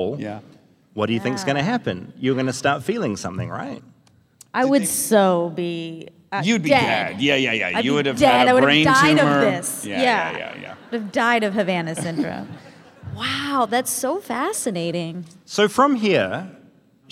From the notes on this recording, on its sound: Live from Portland at the Keller Auditorium.